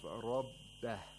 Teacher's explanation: The Ra of Rabbah has a fatha, so it has to be pronounced with thickness